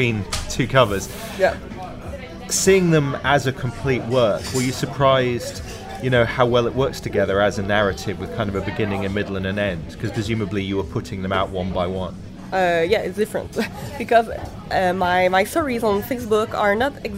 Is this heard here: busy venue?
yes